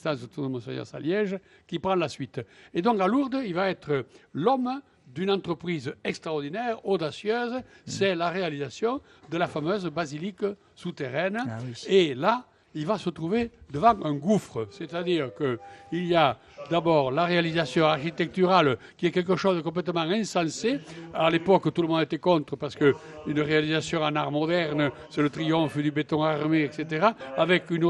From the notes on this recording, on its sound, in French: en direct du lycée Théas